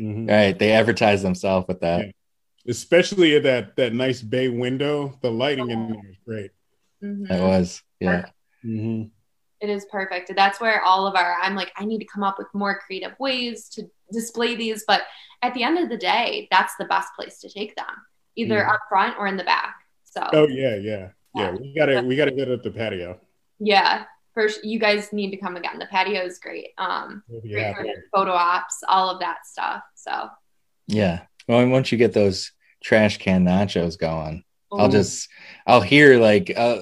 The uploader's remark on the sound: Record Live on Zoom